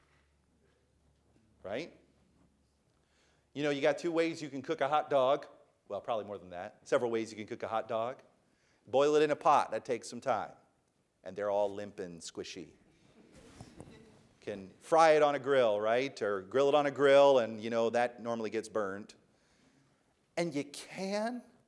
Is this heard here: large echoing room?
yes